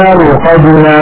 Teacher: نلاحظ أن الراء ساكنة قبلها مفتوح فنفخمها وكأنها راء وكأنها مفتوحة